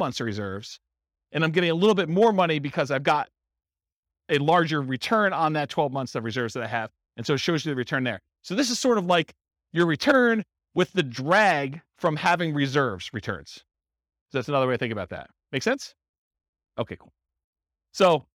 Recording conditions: live audience